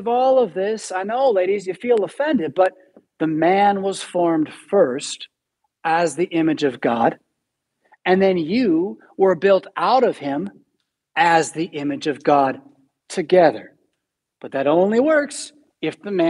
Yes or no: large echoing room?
yes